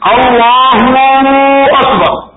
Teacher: some of them extend the dhamma of Allah